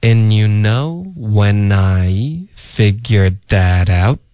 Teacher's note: OK, and you know when 跟 I 连读。And you know when I figured,结尾的的省略。Figured that 跟 out 连读然后浊化